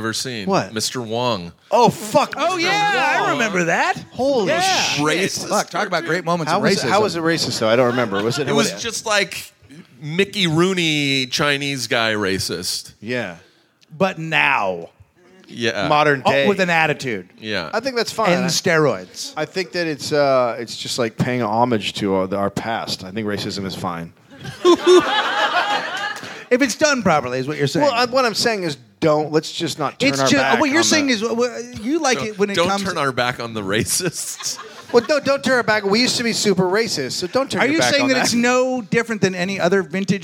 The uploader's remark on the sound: Live from LA Podfest